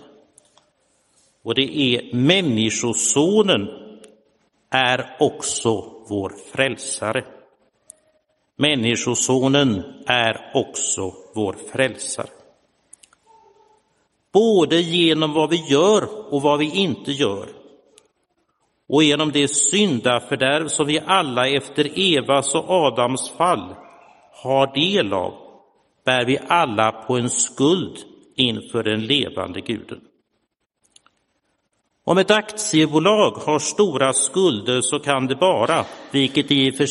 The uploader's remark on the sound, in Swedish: Inspelad i Roseniuskyrkan den 24 juli 2022.